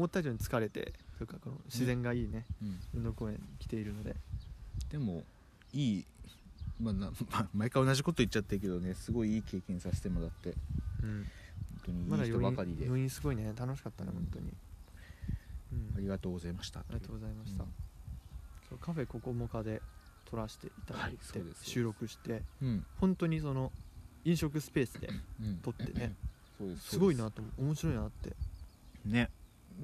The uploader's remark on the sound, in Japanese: 運動公園からお届け！Anchor←このアプリで収録してます。